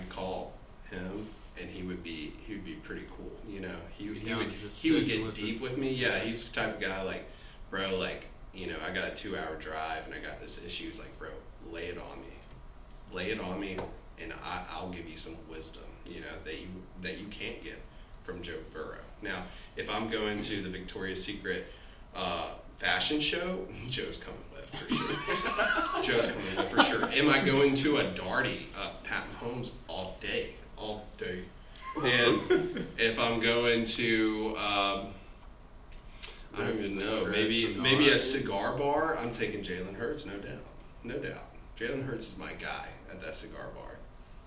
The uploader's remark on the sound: We forgot to plug in the mics.